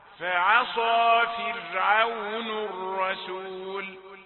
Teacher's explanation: عصى هي اول الفعل بعلو الصوت، ظاهرة سموها النبر الصوتي في اللغة